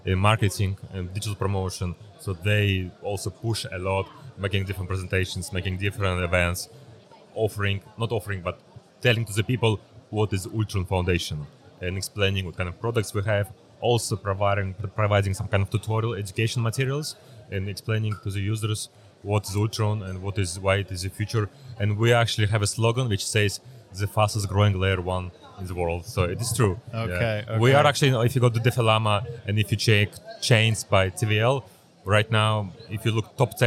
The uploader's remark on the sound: At Blockchance in Hamburg and record this episode for you!